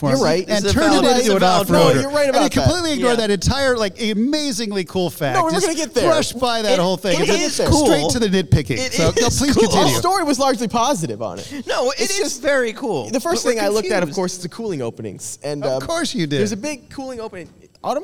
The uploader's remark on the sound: THE AUTOPIAN PODCAST AT THE LOS ANGELES AUTO SHOW. As he steps up on stage that's right, we brought a stage to the L.A.A.S. Live studio audience recording. The Autopians are podcasting from the Los Angeles Auto Show, directly from their own Autopian exhibit of cars.